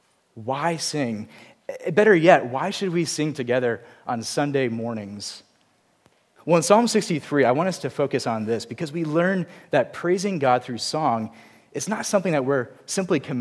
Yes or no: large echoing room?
yes